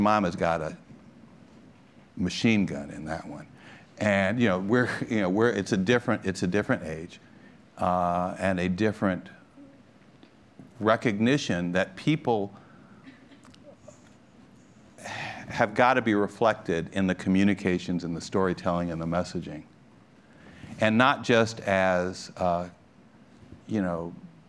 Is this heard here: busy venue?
yes